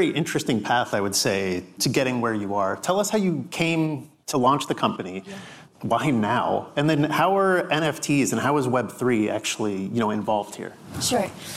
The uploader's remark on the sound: We share a conversation from The BoF Professional Summit: An Inflection Point in Fashion Tech.